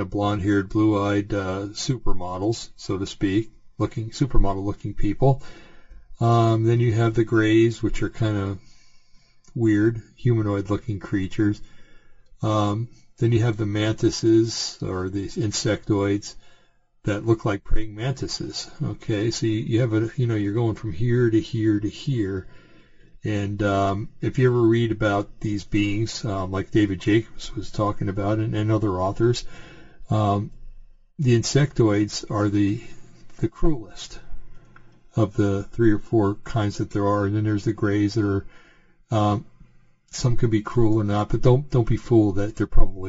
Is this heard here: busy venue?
no